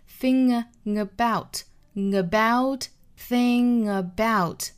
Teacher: was actually happiness after all.首先我们来做英音的语音讲解 That's the thing about unhappiness.这个 thing 和后面的 about 需要做一个连读，是 thing about 后鼻音加元音的连读